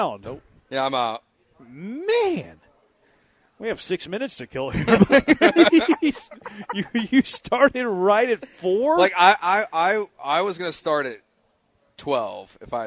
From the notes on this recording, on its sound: LIVE from East River 9 in East Downtown!